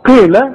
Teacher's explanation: القاف مكسورة، والقاف في اخر درجات التفخيم